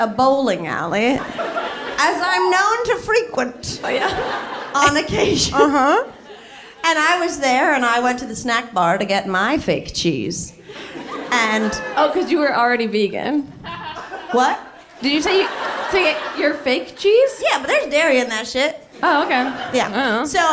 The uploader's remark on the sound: Live in Brooklyn